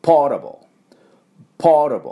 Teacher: ポータブルのタのところが半母音ですから、出しても出さなくてもいい、ちょっとあっていうだけです